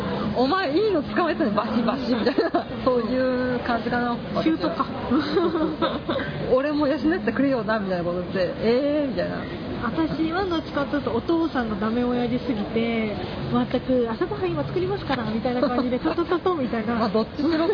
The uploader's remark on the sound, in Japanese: さいたま新都心秋のビール祭2015。ですので、屋外収録です。アイススケートショーを見終わったお客さんが押寄せたり、小学生が奇声を上げたり、解体工事が始まったり、ヨッパライが登場したりと、かなり途切れ途切れでお聞き苦しい回になってしまいましたが。